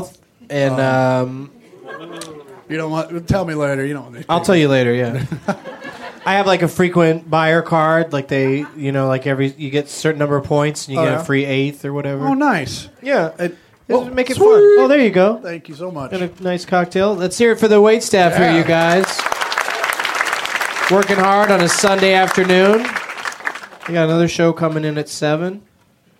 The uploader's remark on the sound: Recorded live at Flappers in Burbank